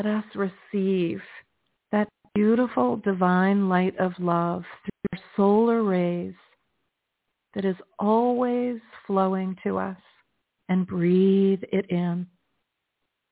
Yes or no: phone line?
yes